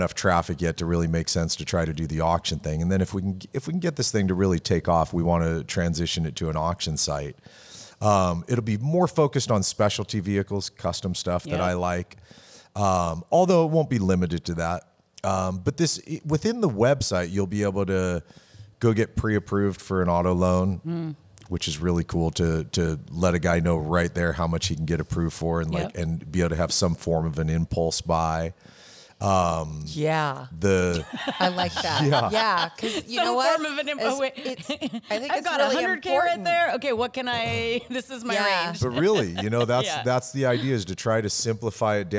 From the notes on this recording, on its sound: Recorded at Autotopia LA